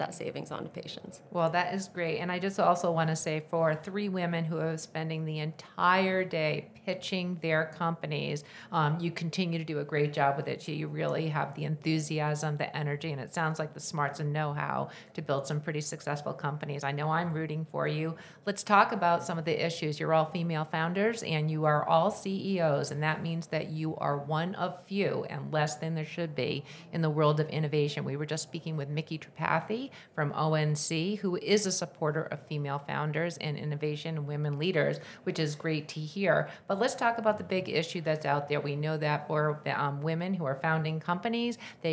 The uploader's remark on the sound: At the Vive 2023 conference I had the opportunity to speak with three CEOs and Founders